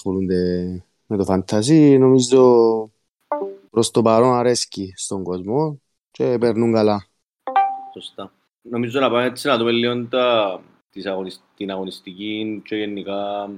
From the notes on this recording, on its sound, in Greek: Live συζήτηση στο Discord του FPL CYPRUS